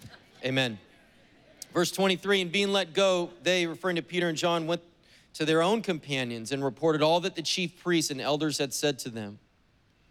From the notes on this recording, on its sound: was preached on September 26th at the 11:30AM service